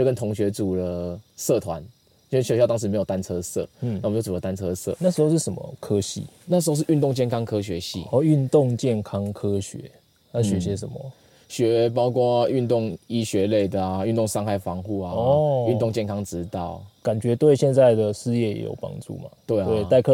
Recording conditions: outdoors